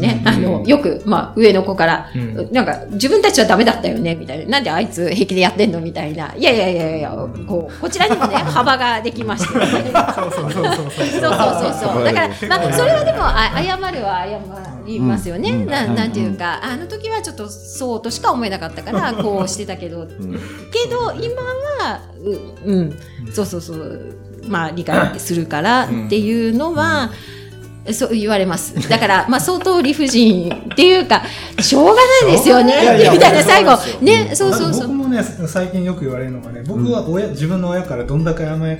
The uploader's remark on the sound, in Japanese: 東京都内で開催された。公開収録の模様。